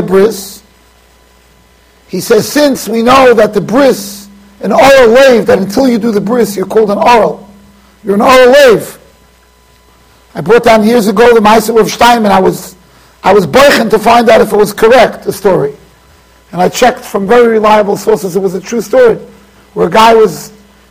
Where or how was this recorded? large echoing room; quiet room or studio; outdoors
large echoing room